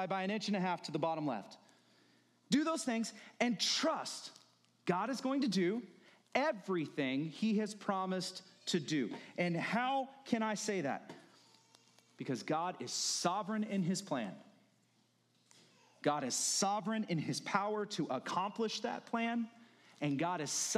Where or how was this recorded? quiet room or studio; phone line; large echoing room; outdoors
large echoing room